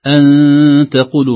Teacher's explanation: أن تقول مخفى مع غنة كذلك